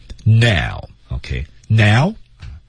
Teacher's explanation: Now 要注意用鼻子啊，把这个气息引到鼻腔去读这个字啊